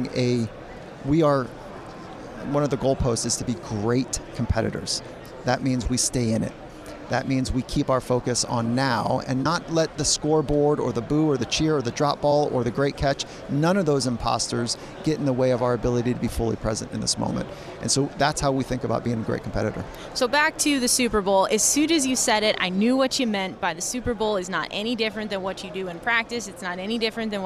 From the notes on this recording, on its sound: Extra Point live from Super Bowl Radio Row.